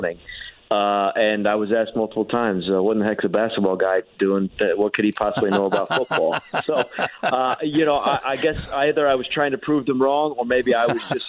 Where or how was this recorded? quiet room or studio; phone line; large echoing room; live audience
phone line